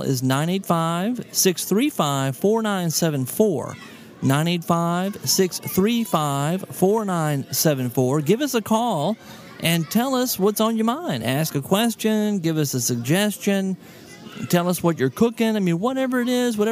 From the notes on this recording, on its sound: in front of a live audience!